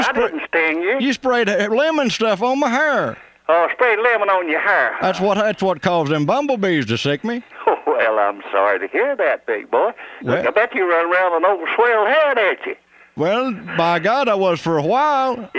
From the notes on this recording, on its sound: Personal Prank Phone Calls Collection